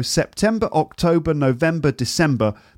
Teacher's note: They're all three syllables and they all have the second, they have the stress on the second syllable.